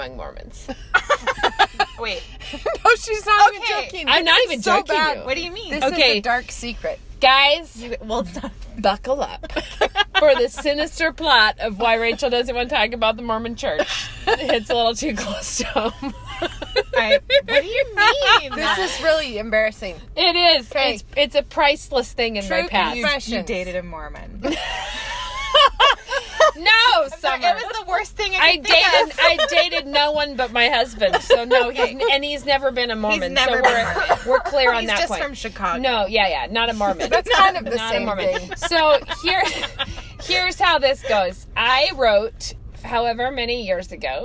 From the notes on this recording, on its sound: We have. This week we are lurking behind Goodwill in our usual spot. In the car with us!